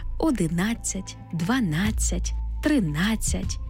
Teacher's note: У числівниках, які закінчуються на нацять, наголошений звук А.